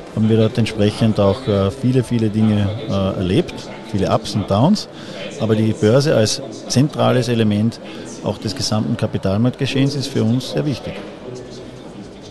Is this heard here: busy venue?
yes